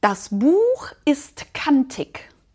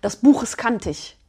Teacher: dann hast du hinten direkt schon ein CH, weißt du, anstatt ein G · Shown in: second take